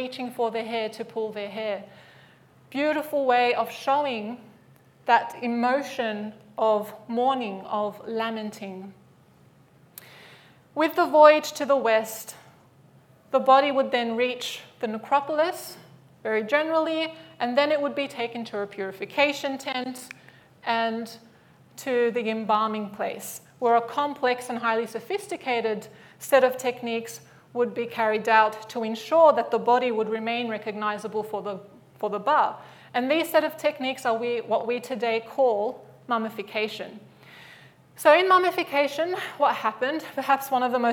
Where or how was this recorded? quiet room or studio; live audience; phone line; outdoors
live audience